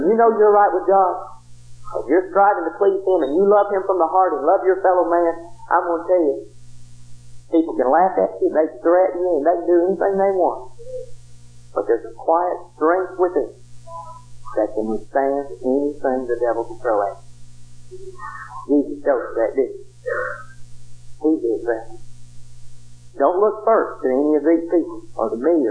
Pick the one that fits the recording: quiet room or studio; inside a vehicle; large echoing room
large echoing room